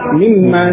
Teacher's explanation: ada nun sukun pada mim, ya, ketemu mim, nunnya idgham pada mim, pada huruf mim, sehingga menjadi mimma.